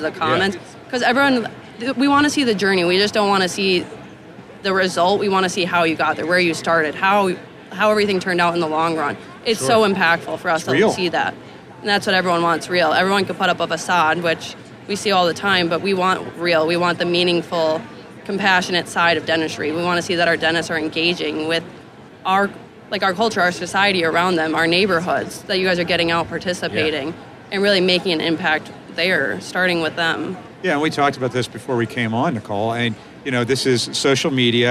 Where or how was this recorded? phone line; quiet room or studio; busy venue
busy venue